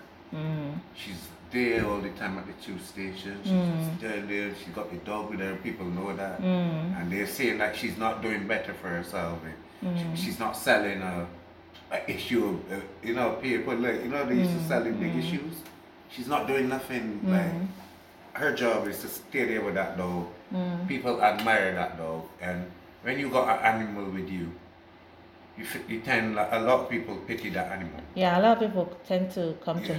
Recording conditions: sounds in the background